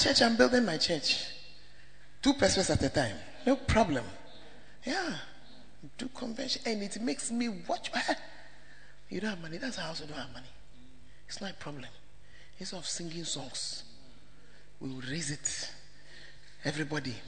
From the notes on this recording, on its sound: preached in First Love UCC